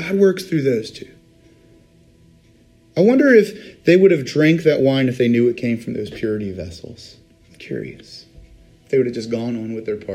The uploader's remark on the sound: Today's recording is taken from Riverview UMC's Wednesday Communion Service